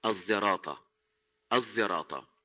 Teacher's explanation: تقديم زاي شبيهة بالظاء الخفيفة، ليست ظاء قوية هكذا تخرج من مخرجها، لا، كظاء العامة وكظاء العوام، أو في من يخطئ في قراءة القرآن الكريم في نطق الزاي عندما ينطقها قريبة من الظاء. · Term: الإشمام